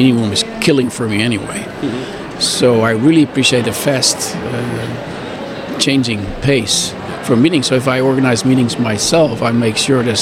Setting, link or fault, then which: setting, busy venue